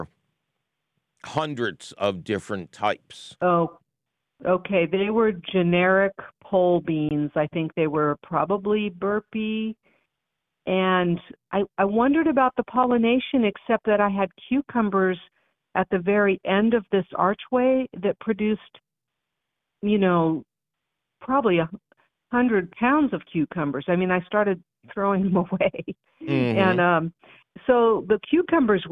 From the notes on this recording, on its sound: Your fabulous phone calls!